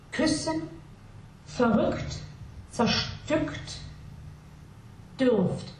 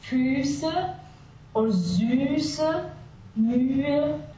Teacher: you can hear the difference between the open capital Y U umlaut and the closed lowercase y U umlaut